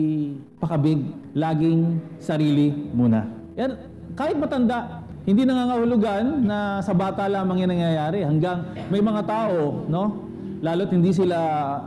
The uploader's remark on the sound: Recorded at CJCRSG San Pablo on March 21, 2021.